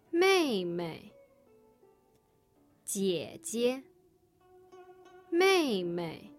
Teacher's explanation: the second syllable always takes the neutral tone